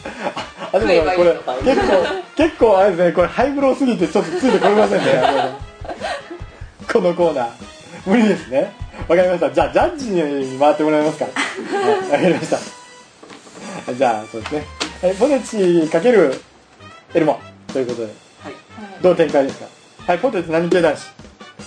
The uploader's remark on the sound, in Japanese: ムービーカメラ収録してますのでノイズが入ってます